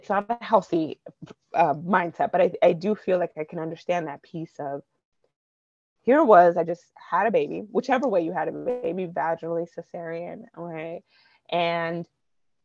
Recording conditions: drop-outs